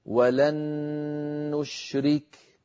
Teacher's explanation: التقى في هذا المثال نونان، نون ساكنة وهي نون لن مع نون متحركة وهي نون نشرك، فأدغمنا النون الساكنة في النون المتحركة فصار النطق بنون مشددة، والنون المشددة كما مر معنا تحتاج إلى غنة أكمل ما تكون.